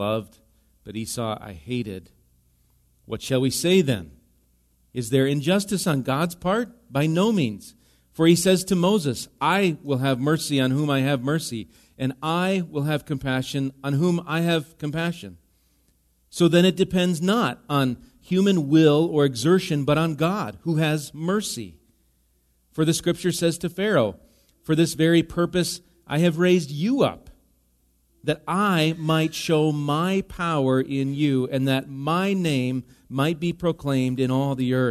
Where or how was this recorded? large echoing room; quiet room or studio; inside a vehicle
large echoing room